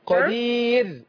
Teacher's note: الراء مرققة على وزن حرير